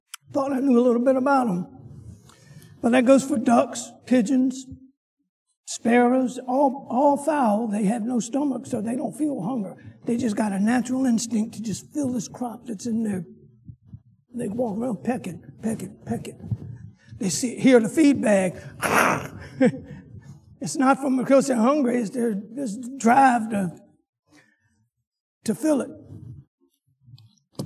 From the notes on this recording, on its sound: Sunday school lecture.